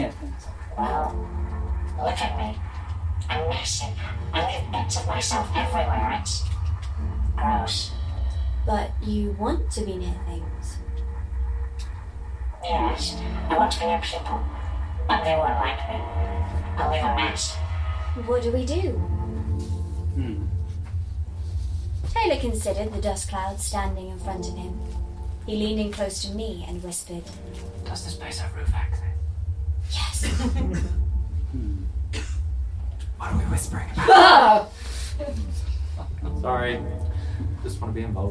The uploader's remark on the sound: A Live Podcast Spooktacular! - Edinburgh Horror Festival 2019. A recording of our second night of our four show run at the Bansheee Labyrinth as part of the Edinburgh Horror Festival 2019.